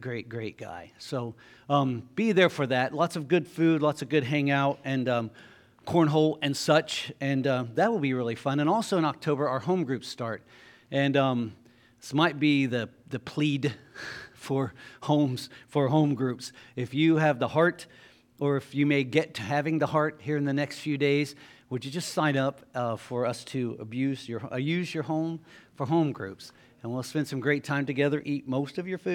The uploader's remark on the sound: LIVE Services at Sunshine.